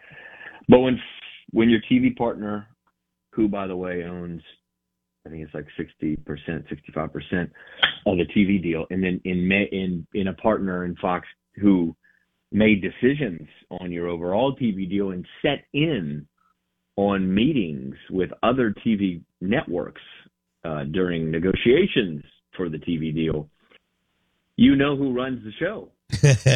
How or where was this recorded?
phone line